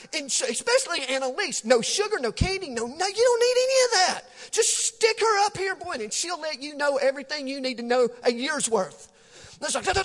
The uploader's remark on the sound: Recorded live on 10/14/18 at The Fellowship at Mt Juliet.